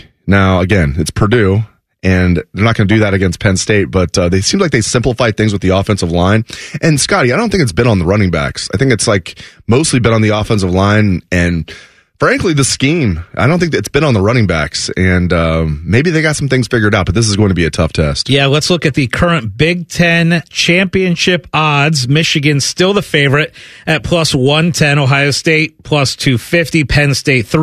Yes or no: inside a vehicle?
no